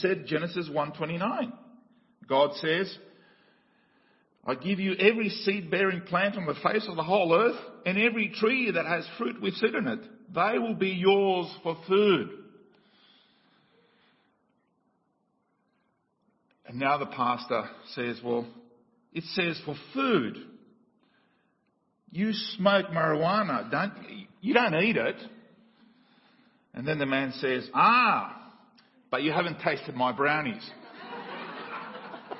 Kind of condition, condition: setting, large echoing room